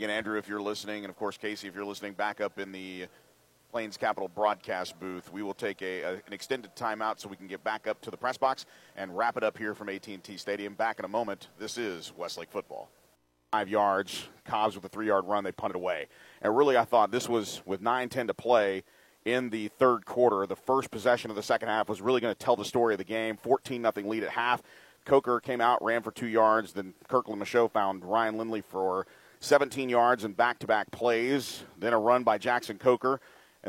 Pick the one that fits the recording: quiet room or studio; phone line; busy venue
busy venue